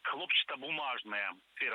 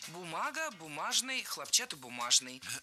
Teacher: В этом слове ударение падает на второй корень. · Shown in: second take